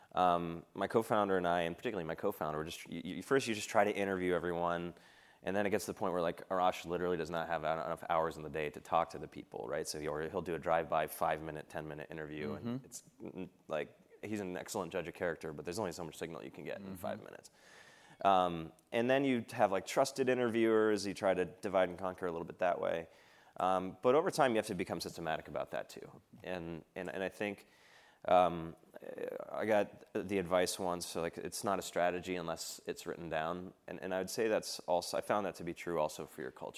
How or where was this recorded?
busy venue